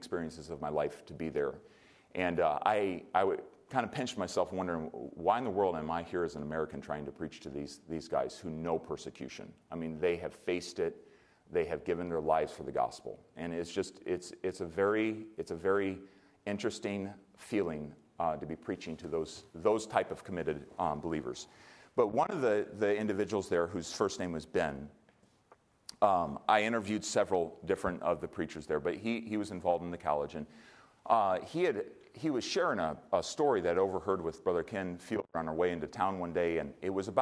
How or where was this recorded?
large echoing room